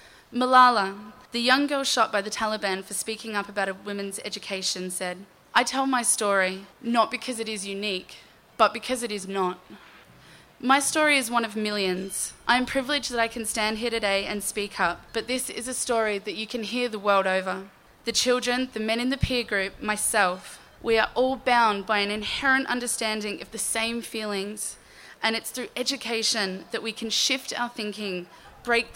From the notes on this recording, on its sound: JOY 94.9 is proud to present Living Positive Victoria’s International AIDS Candlelight Memorial 2016, recorded live on Sunday, 15 May 2016.